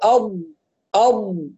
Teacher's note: لما نقف على الضاد نسكنها بدون قلقلة ونعطيها الاستطالة